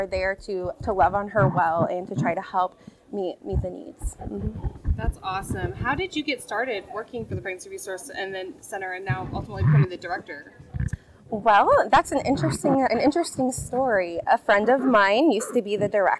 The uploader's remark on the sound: This series was recorded at Crossroads Community Church's Global Leadership Summit 2023.